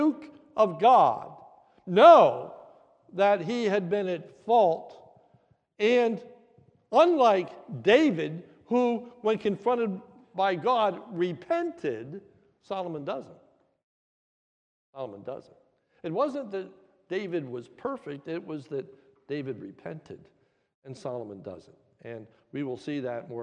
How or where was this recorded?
large echoing room